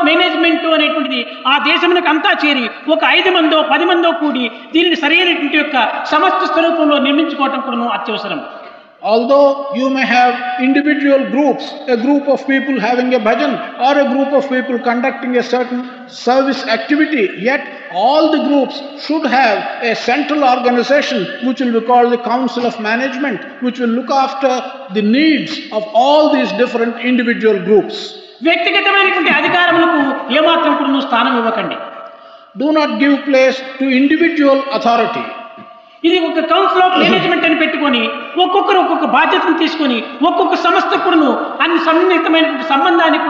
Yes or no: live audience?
yes